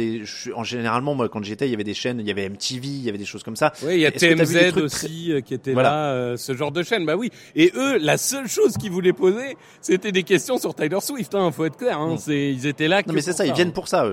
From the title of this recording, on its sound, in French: Live au Super Bowl LVIII